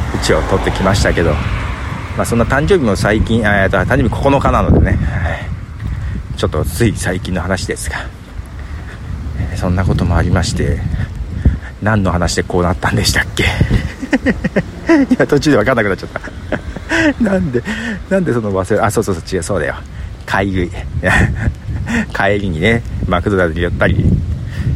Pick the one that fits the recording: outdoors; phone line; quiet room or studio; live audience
outdoors